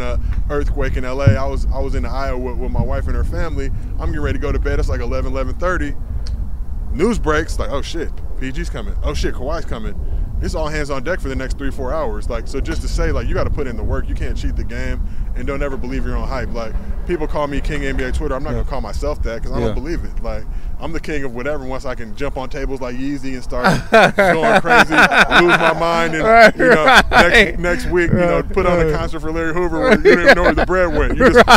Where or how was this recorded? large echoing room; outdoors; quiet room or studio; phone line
outdoors